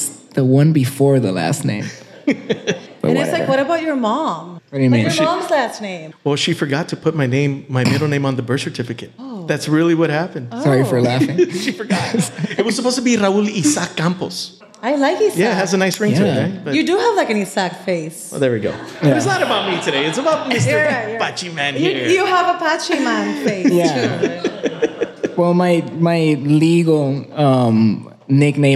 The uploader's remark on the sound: Recorded in front of a live audience at the beautiful Gibson Showroom in Hollywood.